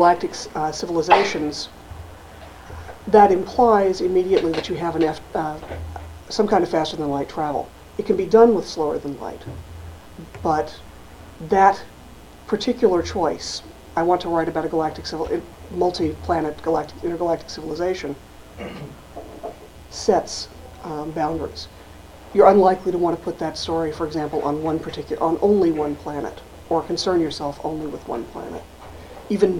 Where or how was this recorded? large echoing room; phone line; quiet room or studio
large echoing room